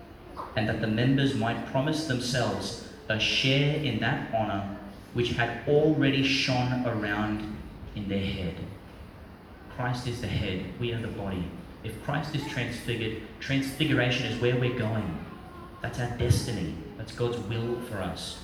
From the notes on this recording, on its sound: Homily for the Second Sunday of Lent, 2022, delivered in Our Lady Star of the Sea, Gladstone, Qld.